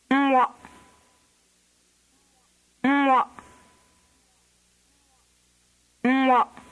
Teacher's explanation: It begins with a sound like the NG of song.